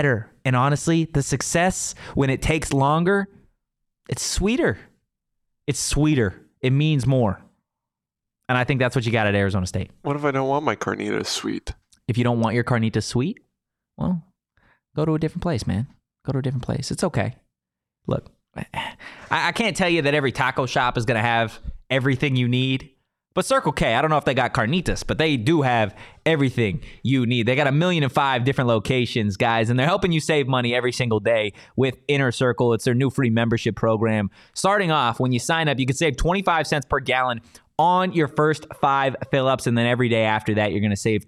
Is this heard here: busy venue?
no